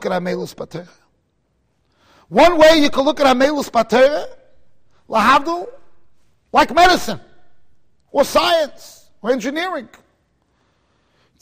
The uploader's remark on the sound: Shiur recorded in Kahal Ahavas Yitchok, Monsey NY.